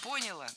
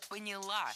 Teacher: В этом глаголе ударным должно быть окончание. · Shown in: second take · Term: ударное окончание